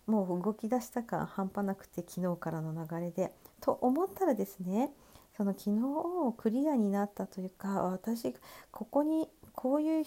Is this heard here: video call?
no